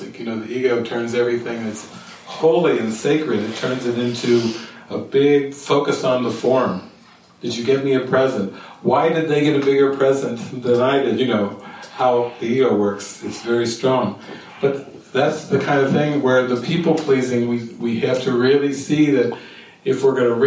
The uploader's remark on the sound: This session was recorded during a weekend retreat at the Sitio Gloria retreat center outside of Sāo Paulo, Brazil, in the late evening of November 29, 2019.